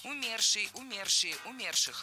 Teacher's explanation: В этом слове ударение должно падать на второй слог.